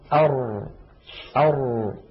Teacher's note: تجد بأن الصوت لن يجري جريان أش أو أس ولكنه لم ينحبس انحباس أق أو أب · Term: الراء